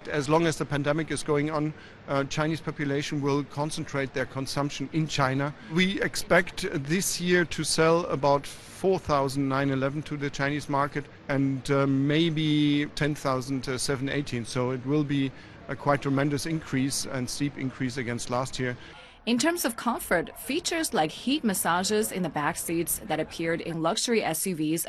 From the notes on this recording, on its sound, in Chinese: 2021 Shanghai Auto Show。Navigates the massive National Exhibition andConvention Center。在国家会展中心，为我们带来现场报道。